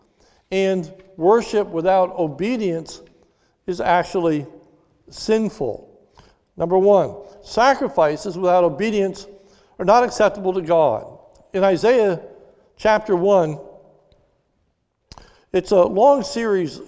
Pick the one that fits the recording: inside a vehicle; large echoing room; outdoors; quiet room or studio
large echoing room